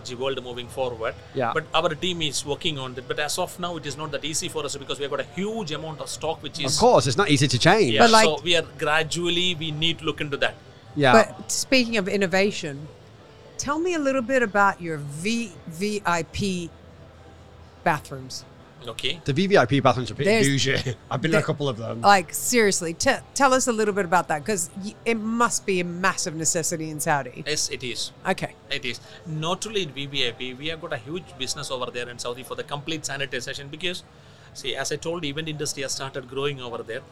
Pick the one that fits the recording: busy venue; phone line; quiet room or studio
busy venue